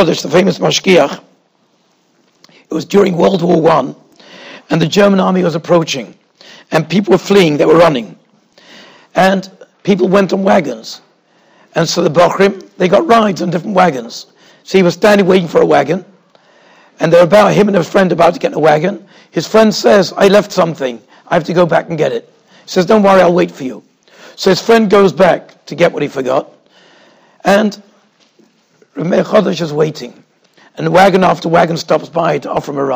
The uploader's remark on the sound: Shiur recorded in Yeshivas Ohr Reuven, Monsey, NY.